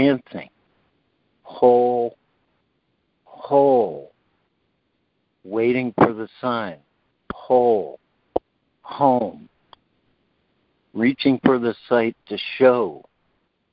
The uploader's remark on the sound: ACIM Daily Conference Call